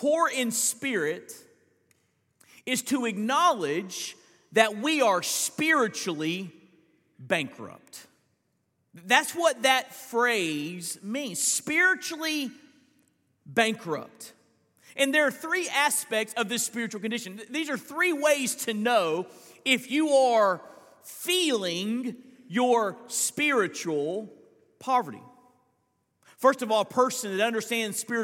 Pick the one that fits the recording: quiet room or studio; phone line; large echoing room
large echoing room